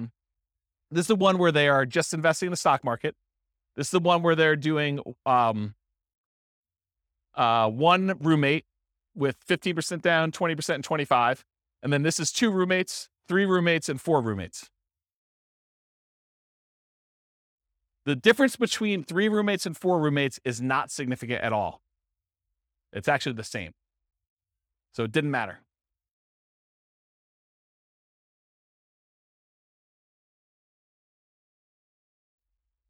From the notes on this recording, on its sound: This was a live class recorded